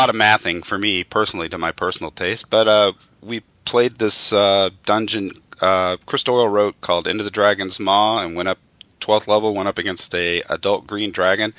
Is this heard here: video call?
no